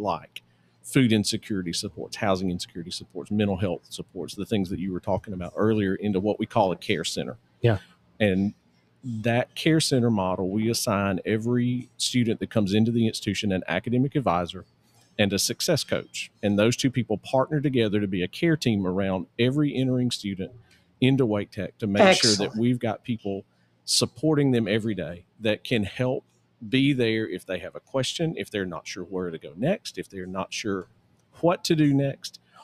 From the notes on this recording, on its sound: LIVE From Element451's 2023 ENGAGE Summit. Recorded LIVE from Element451's 2023 ENGAGE Summit in Raleigh, North Carolina.